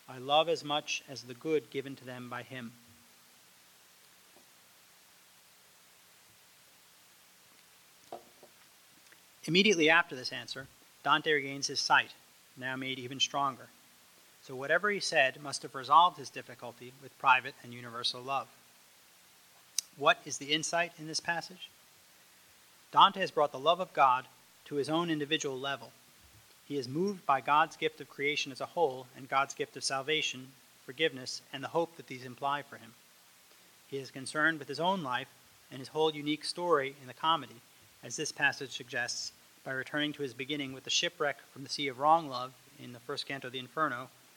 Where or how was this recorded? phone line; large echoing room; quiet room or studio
large echoing room